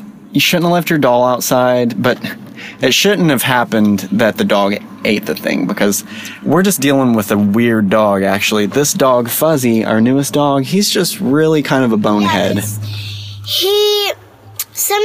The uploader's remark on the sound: We pulled off the road